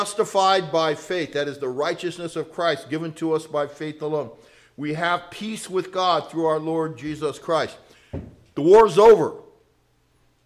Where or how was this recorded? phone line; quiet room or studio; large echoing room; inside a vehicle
large echoing room